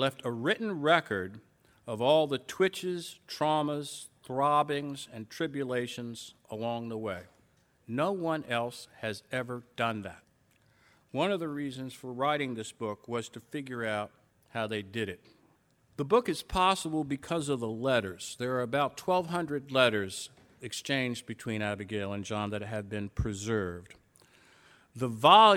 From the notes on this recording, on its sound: recorded live at The Music Hall in Portsmouth, NH in 2010